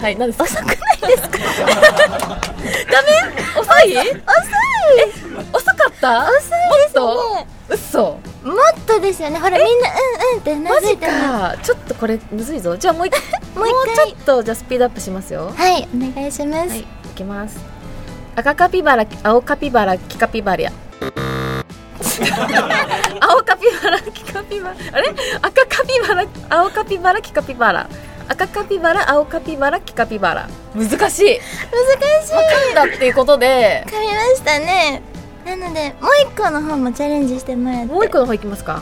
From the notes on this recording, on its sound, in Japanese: 公開収録。